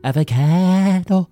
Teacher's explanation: we're flat in Limerick, so we go avocado. Like, a Limerick person sounds like a Cork person who's just received some upsetting or urgent news.